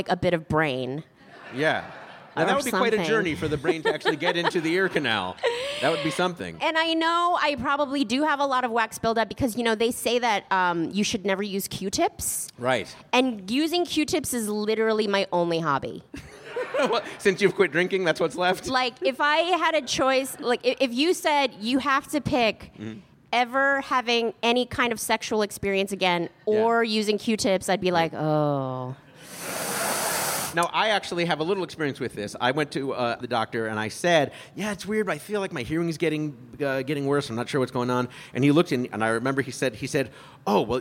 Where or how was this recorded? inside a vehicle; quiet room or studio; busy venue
busy venue